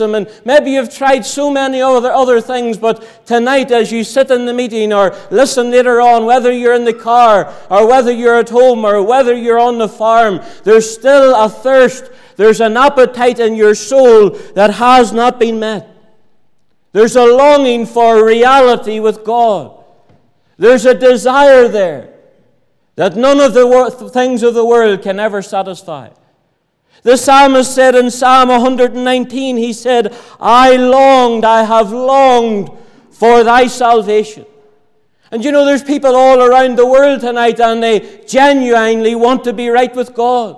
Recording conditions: large echoing room